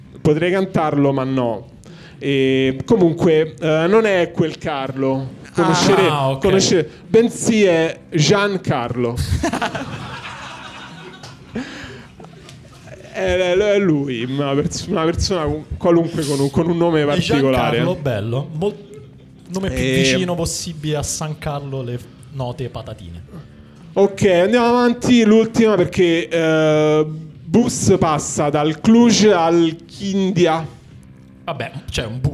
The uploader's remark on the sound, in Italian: Puntata di Pendolino registrata live all'Arci Subasio di Foligno